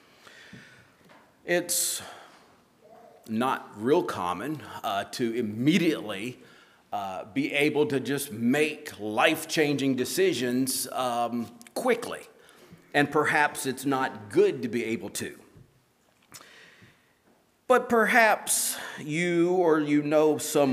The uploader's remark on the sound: At Hephzibah Mennonite Church on April 30, 2023.